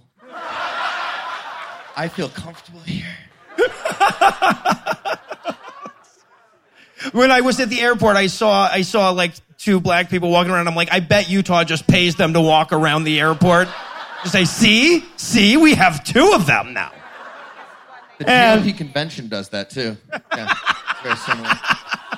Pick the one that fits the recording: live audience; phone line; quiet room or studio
live audience